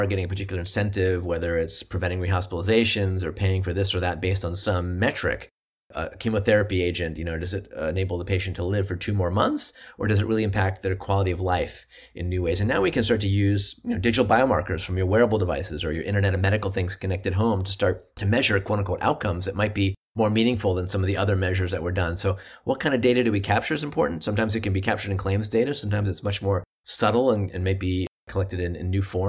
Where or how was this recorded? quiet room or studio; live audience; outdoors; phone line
quiet room or studio